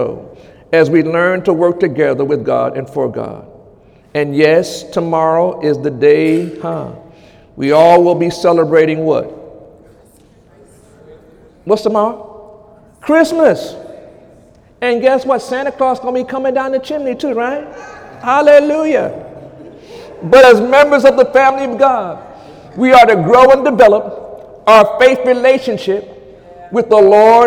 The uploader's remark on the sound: During Sunday morning service on December 24, 2017